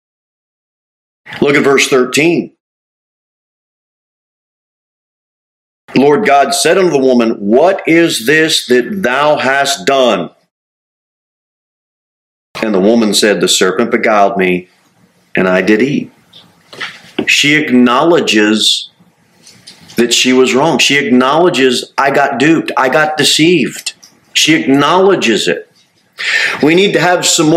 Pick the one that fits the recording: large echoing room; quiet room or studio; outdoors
large echoing room